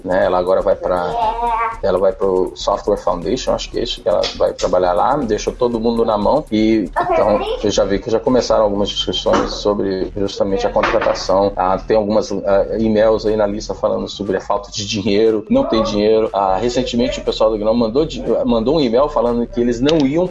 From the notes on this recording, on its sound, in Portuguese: mesmo com um pouco de barulho o episódio foi gravado